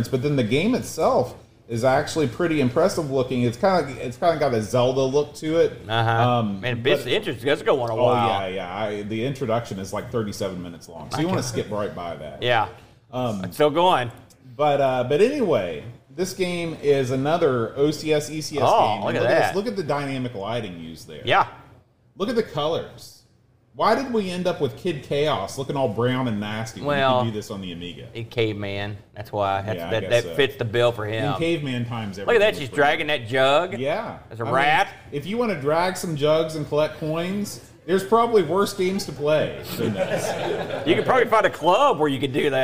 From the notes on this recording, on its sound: LIVE from Boatfest 2023